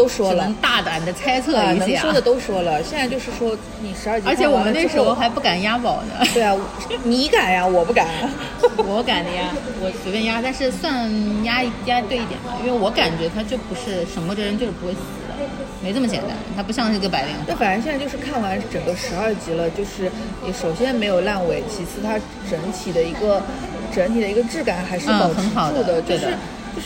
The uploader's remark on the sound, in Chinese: 每次录制基本都是在餐厅吃饭，没有条件升级录音设备。本次录制花费：新旺-88元。